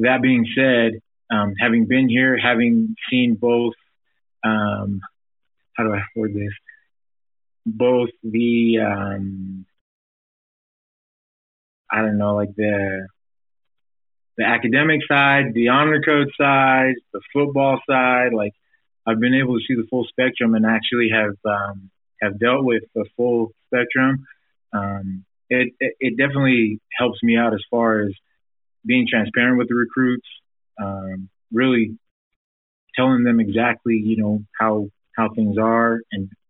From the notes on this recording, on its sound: teleconference with the media were played